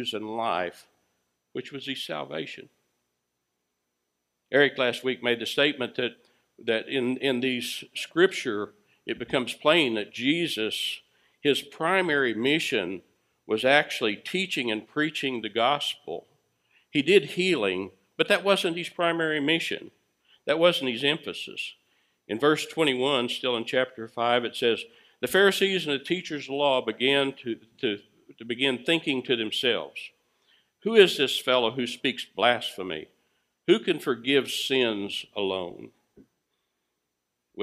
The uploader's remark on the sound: Recorded live at Freedom Fellowship Church in Tontitown, Arkansas on Sunday, January 24, 2021.